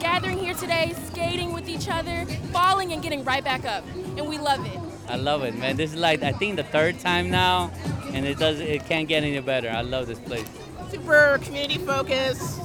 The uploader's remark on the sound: Skaters of all ages let the good times roll to live mixes. On the beautiful summer night. An audio postcard from the skate party.